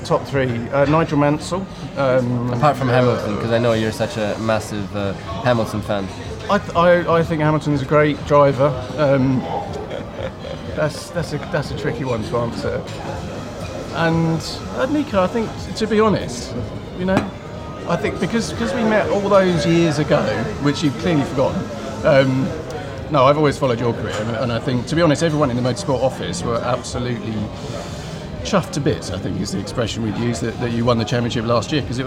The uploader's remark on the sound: at the Goodwood Festival of Speed